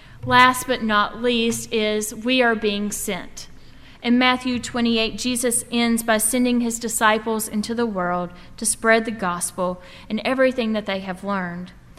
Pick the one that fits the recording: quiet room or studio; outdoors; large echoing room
large echoing room